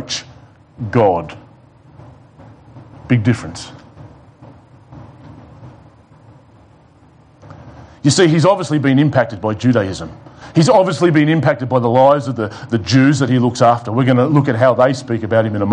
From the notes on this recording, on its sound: It was preached at The Rock Christian Church on Sunday 29 November 2020 in the morning Service.